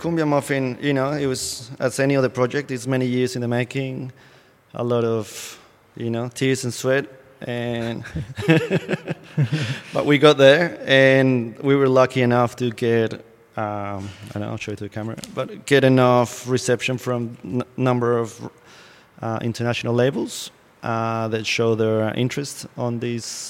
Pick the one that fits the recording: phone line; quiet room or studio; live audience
live audience